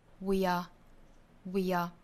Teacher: are 弱读成 a 但是跟前面的 we 同样做连读不做缩约这个时候呢还是读成两音节 We are We are 那缩约之后的读法我们应该都知道就是 where Where Where 再跟后面连读就是 We are in Inadequate